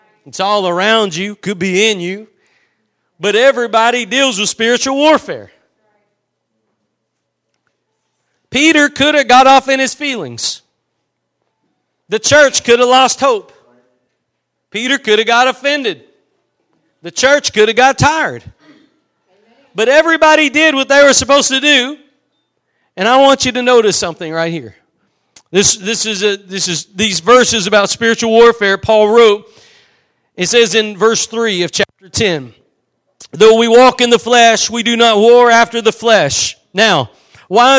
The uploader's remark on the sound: Preached at Gospel Lighthouse in Bossier City, La.